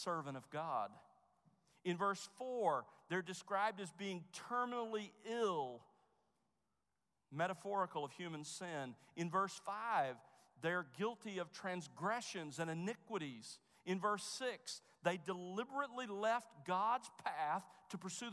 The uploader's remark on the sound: Chapel at The Master's University.